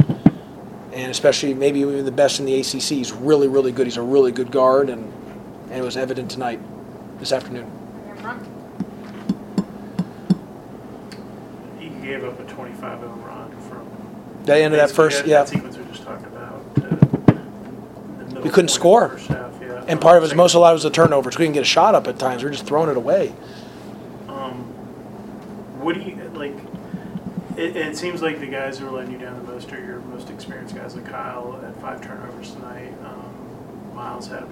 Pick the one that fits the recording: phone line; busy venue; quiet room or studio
busy venue